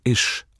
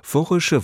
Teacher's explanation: Ich wird im Hessischen immer als Isch ausgesprochen. Der hochdeutsch gesprochene Satz, vorige Woche habe ich 2 Stunden im Stau gestanden, würde in Hessen deshalb lauten, vorische Woche habe ich 2 Stunden im Stau gestanden.